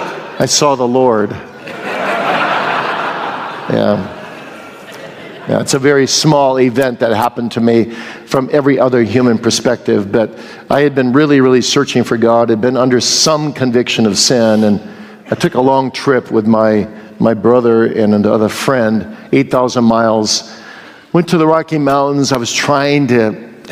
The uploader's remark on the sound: here is the question-and-answer session from this year’s Boise Reformation Conference